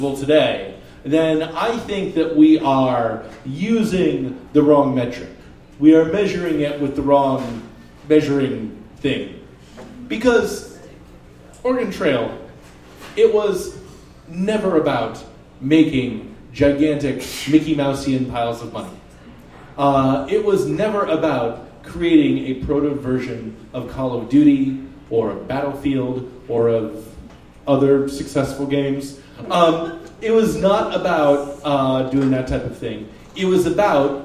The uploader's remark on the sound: Live at the Jack London